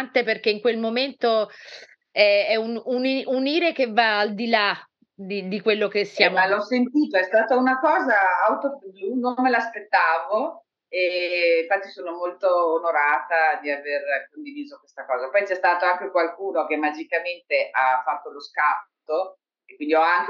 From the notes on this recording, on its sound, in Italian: Ci scusiamo per la qualità audio del collegamento.